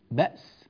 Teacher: كلمة بأس كما تلاحظون حققنا همزتها